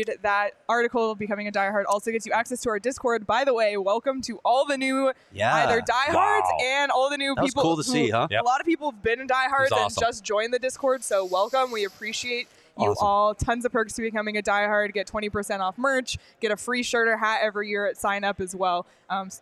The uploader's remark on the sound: live at the Ice Den Scottsdale